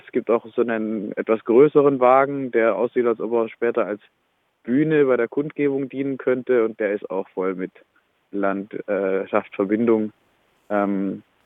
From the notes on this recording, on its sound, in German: Am Europaparkstadion in Freiburg. Berichtet im Telefongespräch live.